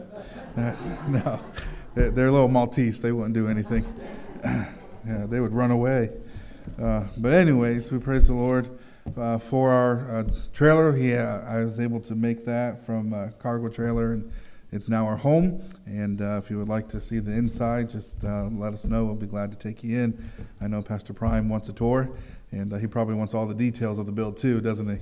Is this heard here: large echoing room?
yes